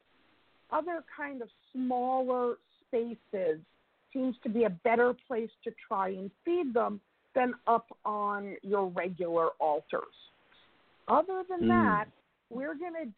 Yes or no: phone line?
yes